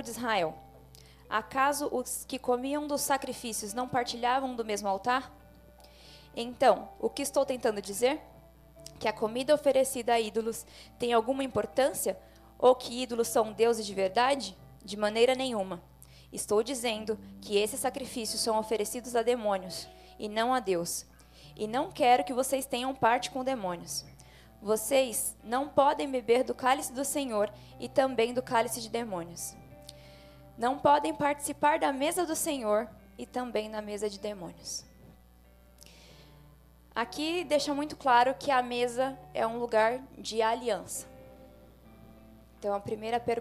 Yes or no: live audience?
yes